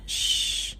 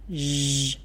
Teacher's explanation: Cái khẩu hình của âm này nó giống y như âm SH, nhưng âm SH là vô thanh thì âm z là hữu thanh. · Shown in: second take · Tròn cái môi trên và đẩy âm.